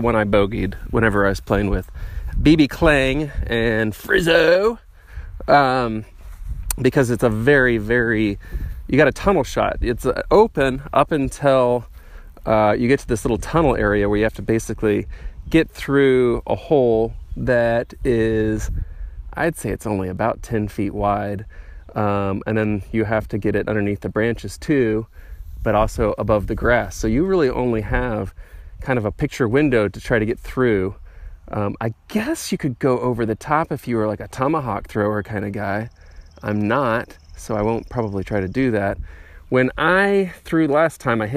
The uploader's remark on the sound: Archer's Park DGC at Clinton Lake State Park. Plays a solo round of Disc Golf at Clinton Lake State Park in the afternoon.